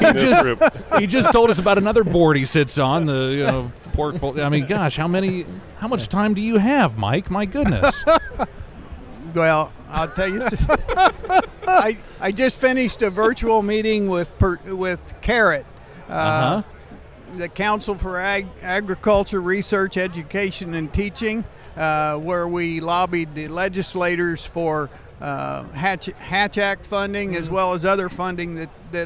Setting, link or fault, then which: setting, busy venue